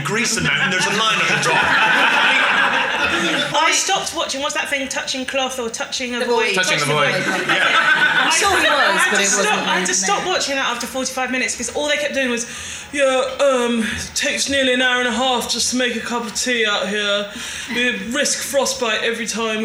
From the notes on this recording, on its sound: Recorded at the Phoenix back in June.